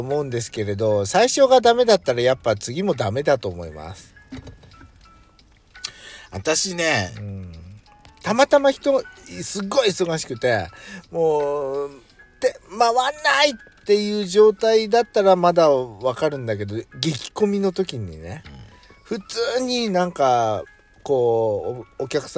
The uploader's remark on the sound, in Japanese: From Radiotalk。パーキング収録。